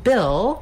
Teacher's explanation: we have the vowel ih, which is a lax high front vowel